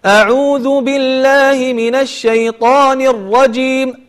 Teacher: في الاستعاذة والبسملة حرف الراء يعني خفف من تكريره، ليس بهذه الطريقة، حاول أن تقول أعوذ بالله من الشيطان الرجيم، الراء فيه تكرير لكن خفيف جدا.